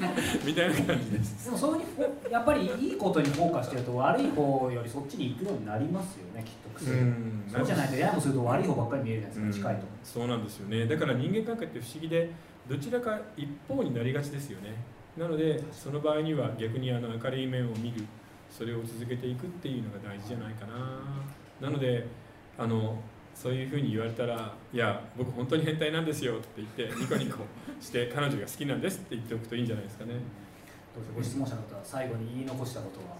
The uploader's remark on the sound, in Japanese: 公開収録